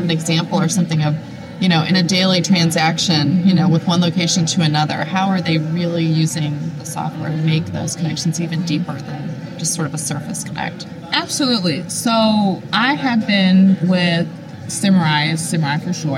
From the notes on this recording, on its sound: LIVE from isolved Connect. Live from the isolved Connect Conference in Nashville, TN.